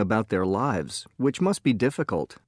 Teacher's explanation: Notice how a which clause has a slight pause before it. When a which clause ends what you say, it often has a falling intonation.